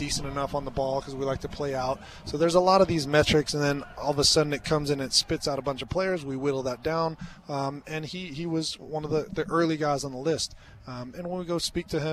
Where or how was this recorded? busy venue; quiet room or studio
busy venue